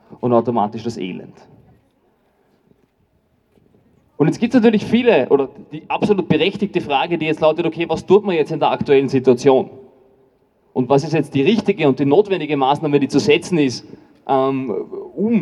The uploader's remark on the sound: O-Ton. Kundgebungen gegen Putins Krieg gegen Menschen in der Ukraine in Wien 2022.